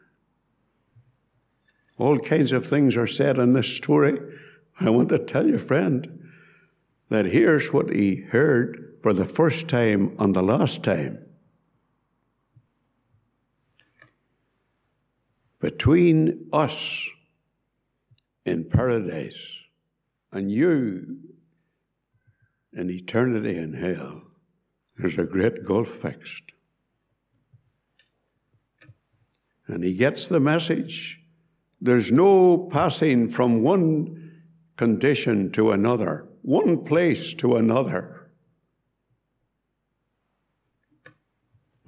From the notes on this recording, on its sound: Gospel Audio from Ballyclare Gospel Hall